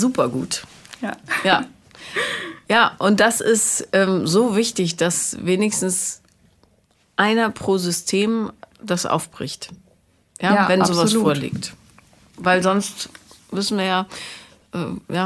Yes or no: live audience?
no